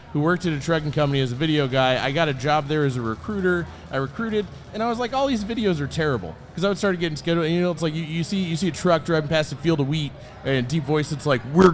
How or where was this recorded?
busy venue